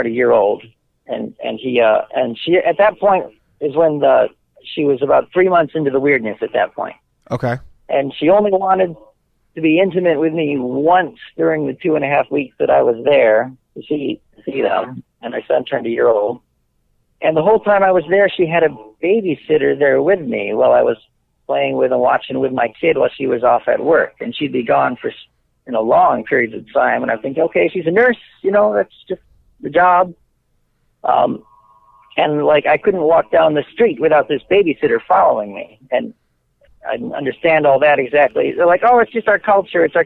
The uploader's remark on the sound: call in show